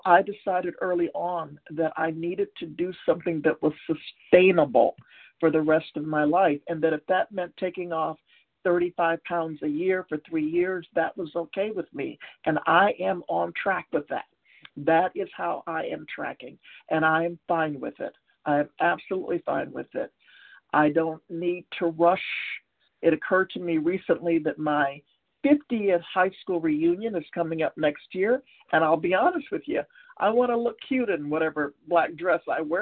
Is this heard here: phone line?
yes